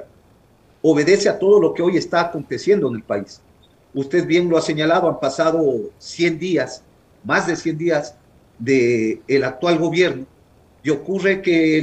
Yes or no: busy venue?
no